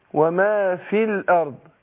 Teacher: الياء هنا محذوفة عشان اللام في كلمة الارض ساكنة وبتسقط همزة الوصل في كلمة الارض، يعني اللي هي الالف بتاعت الارض، الالف ديت همزة وصل واحنا قلنا دي همزة الوصل لسه بنقول عليها بتثبت في اول الكلام وتسقط في وسط الكلام.